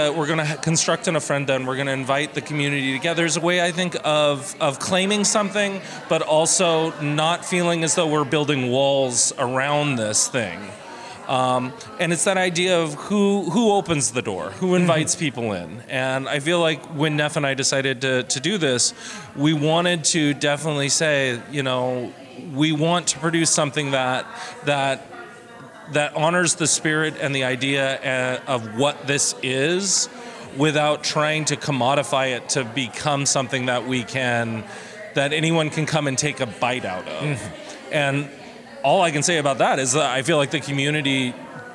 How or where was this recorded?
busy venue